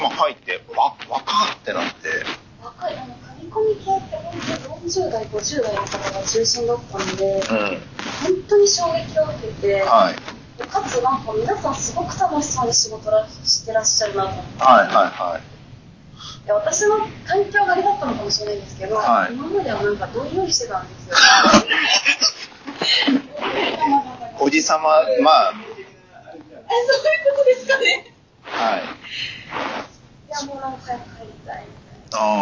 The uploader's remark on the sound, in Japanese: 今回収録の設定の不手際より聞き取りづらいところが多々ありますが、ご了承ください